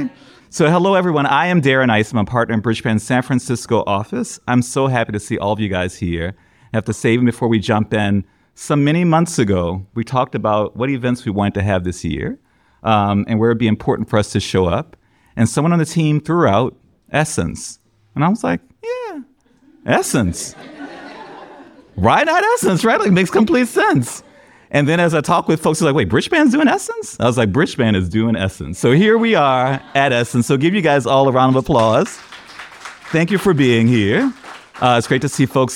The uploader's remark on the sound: LIVE in New Orleans at Essence Fest! We journey down to New Orleans during Essence Fest for Bridgespan’s very first live episode recording.